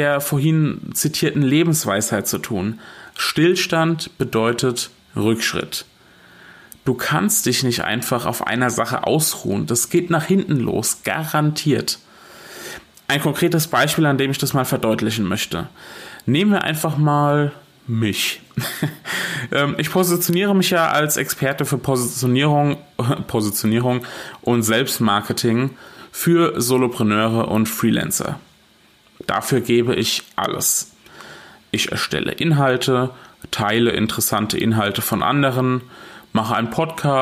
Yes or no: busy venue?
no